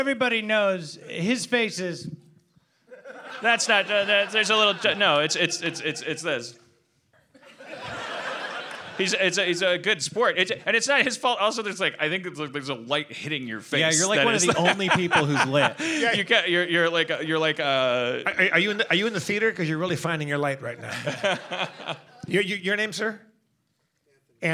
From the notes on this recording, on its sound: Live from The Cradle of Aviation Museum in Long Island, NY